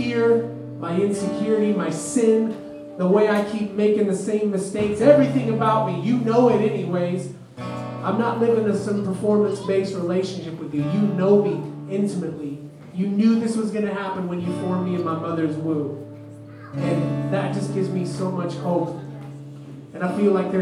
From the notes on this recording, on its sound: LIVE from The Depot Coffee House. On the podcast this week we have an exclusive live show. Recorded at The Depot Coffeehouse in Urbana Ohio.